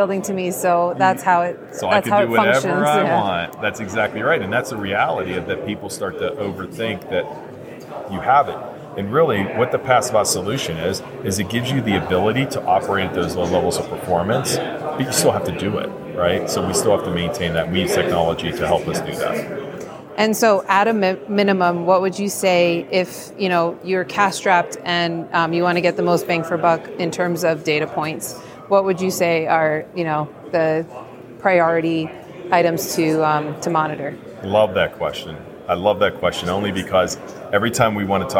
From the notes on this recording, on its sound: recorded at the Passive House Network Conference